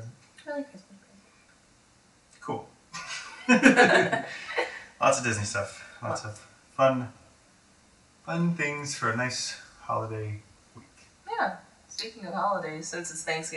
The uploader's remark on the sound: Our mic was having a rough week... Apologies for the audio.